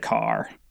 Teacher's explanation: Northern Irish would say car, really strong R at the end